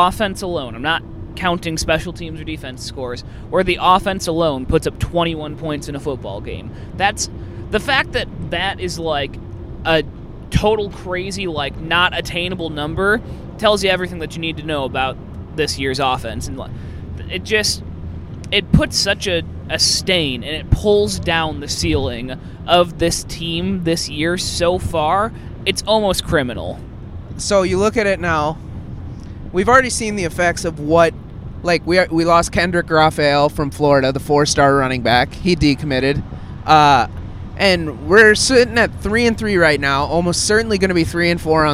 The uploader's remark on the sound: We recorded live on the way to Columbus